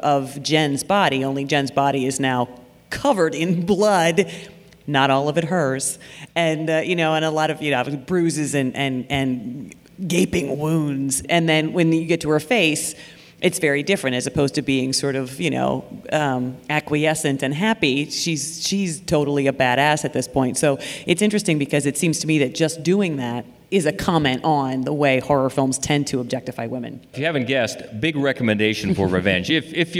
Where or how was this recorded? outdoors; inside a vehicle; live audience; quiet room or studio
live audience